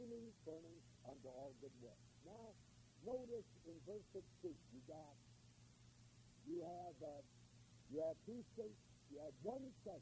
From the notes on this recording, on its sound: The sound quality for the first seven minutes is poor. The majority of the lesson is very clear.